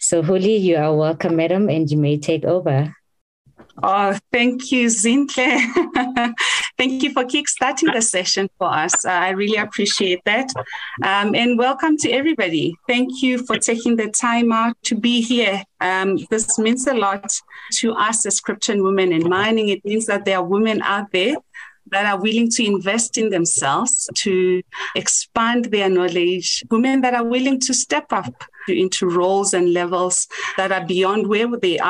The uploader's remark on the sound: Woman in Mining Webinar Series 1.